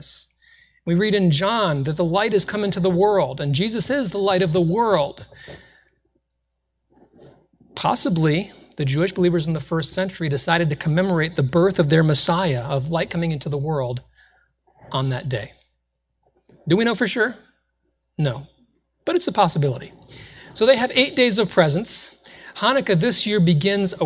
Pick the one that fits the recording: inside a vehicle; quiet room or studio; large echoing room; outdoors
large echoing room